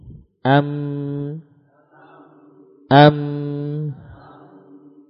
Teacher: Yang ketiga huruf mim, ya. Dengan melekatkan kedua bagian bibir atas dan bawah, kemudian mengalirkan suara ke hidung.